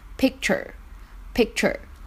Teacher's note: 有一个不完全爆破的现象，不要把这个 k 的音发得特别地明显 · IPA: [ˈpɪk.tʃə(r)]